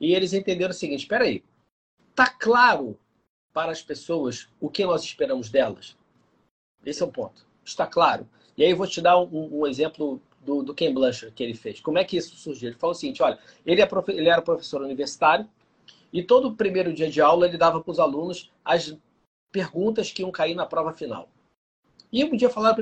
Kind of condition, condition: link, video call